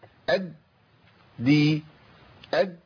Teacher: الدال عندي مشدده اولها ساكن اقطع صوت في الدال الاولى